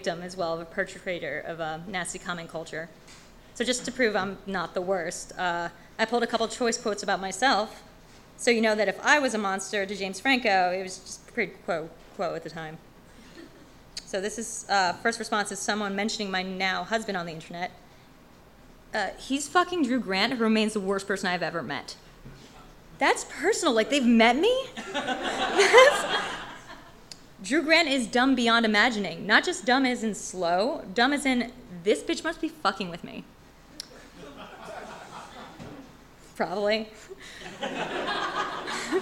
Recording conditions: busy venue